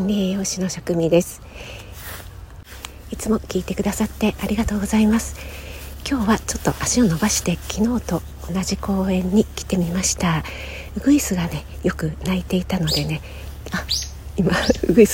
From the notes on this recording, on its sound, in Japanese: 今朝はBGMなしで ウォーキング中の鳥のさえずりを収録してみました